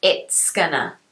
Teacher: as t is an unvoiced consonant, we use the s sound after it